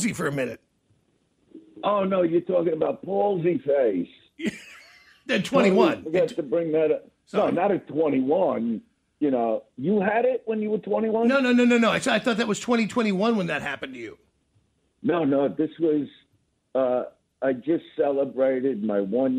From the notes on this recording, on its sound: so we got him on the phone